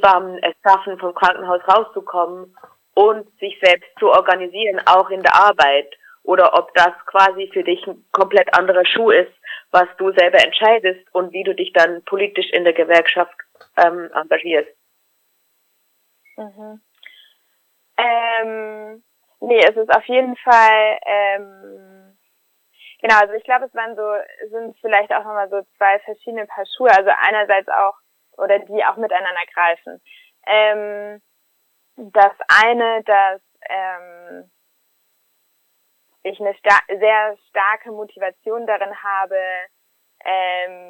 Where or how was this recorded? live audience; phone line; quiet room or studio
phone line